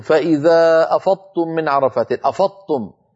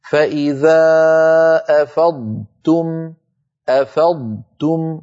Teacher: أفضتم صار النطق كأنه طاء مشددة، وليس الأمر كذلك، لابد من أن ننطق ضادا يتلو، ضادا مفخمة مستطيلة يتلوها تاء مرققة مستفلة · Shown in: second take